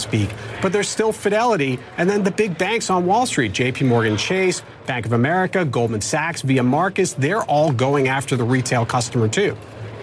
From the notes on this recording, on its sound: live from the New York Stock Exchange